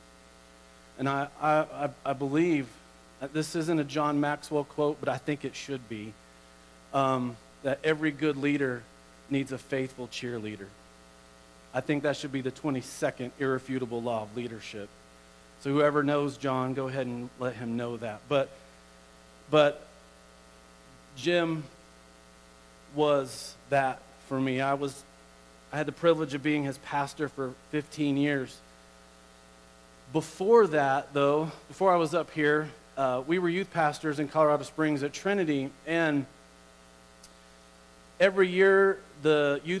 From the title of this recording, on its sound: Woodland Life Church Live